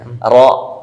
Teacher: റായിനെ ഖനശബ്ദത്തിൽ ഉച്ചരിക്കുക എന്നുള്ള, വായ നിറഞ്ഞ ശബ്ദത്തിൽ പറയാം അല്ലേ, റോ എന്ന ശബ്ദത്തിൽ പറയുന്നതിനാണ് തഫ്ഹീം എന്ന് പറയുന്നത്.